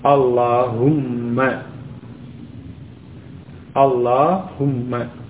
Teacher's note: Di akhir lafzul jalalah. Menambahkan atau menghubungkan dengan mim tasydid pada akhir lafzul jalalah. Menjadi Allahumma.